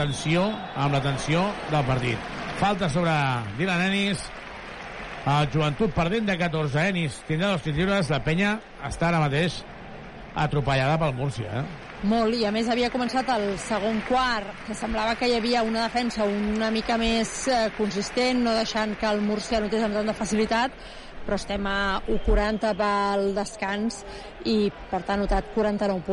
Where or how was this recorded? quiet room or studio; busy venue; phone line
busy venue